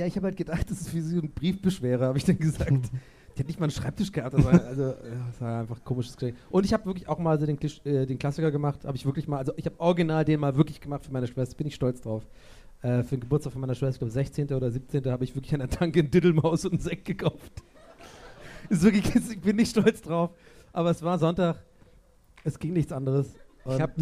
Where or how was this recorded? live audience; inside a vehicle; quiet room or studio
live audience